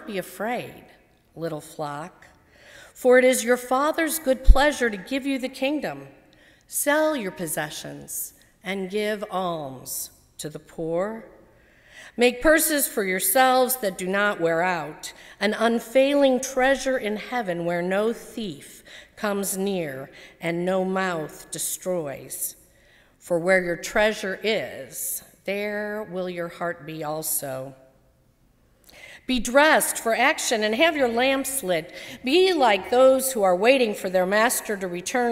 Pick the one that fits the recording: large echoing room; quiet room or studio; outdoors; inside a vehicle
large echoing room